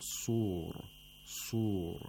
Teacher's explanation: In the word sur, we have a moderate level of tafkhim. That's the third level of tafkhim.